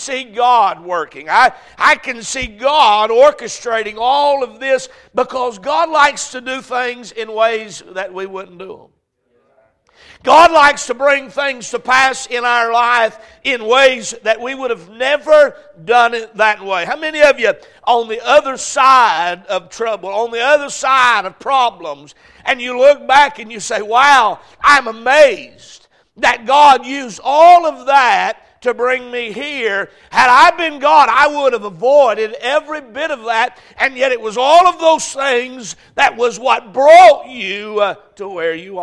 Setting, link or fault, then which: setting, large echoing room